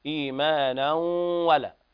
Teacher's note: هنا إدغام بغنة ناقص لوقوع الواو بعد التنوين